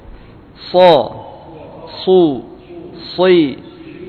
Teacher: Hanya saja pangkal lidahnya naik karena dia so termasuk huruf yang isti'la.